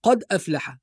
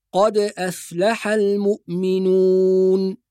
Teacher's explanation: حكم القلقلة، قلقلة الدال الساكنة في كلمة قد · Shown in: second take · فلا نقول قد أفلح، وإنما الصواب قد أفلح المؤمنون.